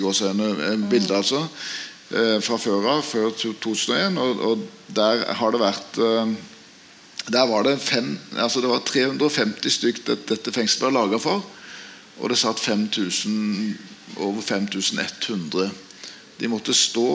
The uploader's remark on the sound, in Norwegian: Røverradion sender live fra utstillingen på Nobels Fredssenter.